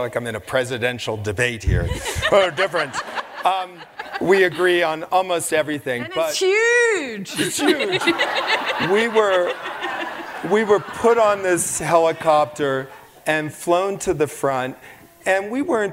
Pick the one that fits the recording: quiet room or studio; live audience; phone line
live audience